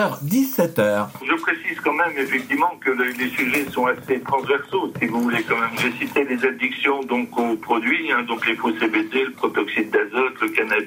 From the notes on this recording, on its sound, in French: Des propos recueillis par téléphone. De la rédaction de RCF Coeur de Champagne.